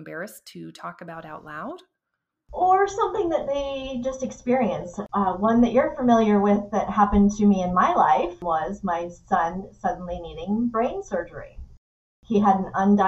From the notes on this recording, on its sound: push through less than ideal audio conditions